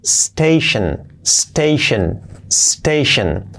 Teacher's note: Esta terminación tion es shen, shen, como si fuera un sh, shen, shen, shen, y prácticamente una e